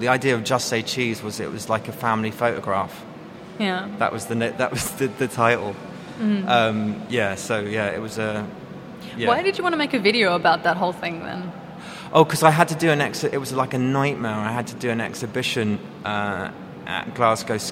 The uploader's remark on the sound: SPECIAL LIVE SHOW: This week we come live from Carriageworks. SPECIAL LIVE SHOW: This week we come live from Carriageworks.